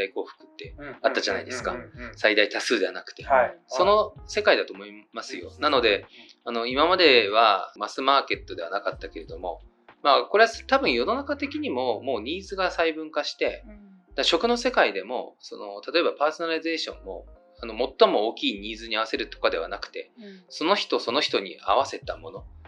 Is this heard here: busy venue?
no